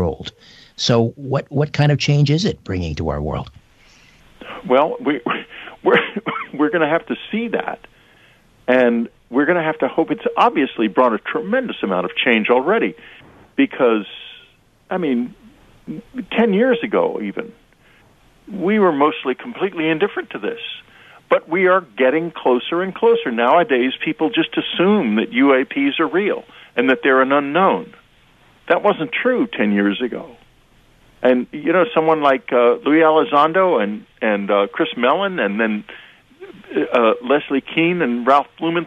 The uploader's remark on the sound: Open phone lines for questions for listeners.